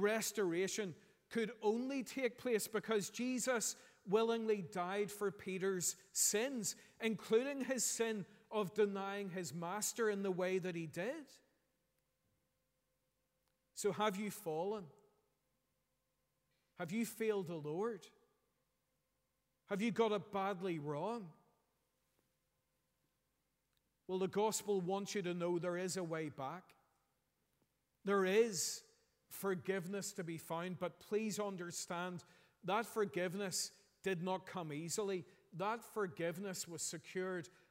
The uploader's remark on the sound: preached at our Easter Sunday morning service